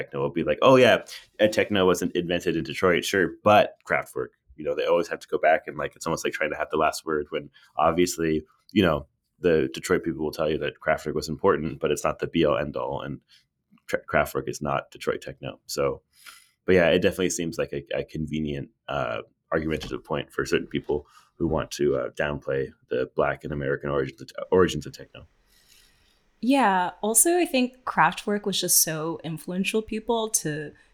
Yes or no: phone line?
no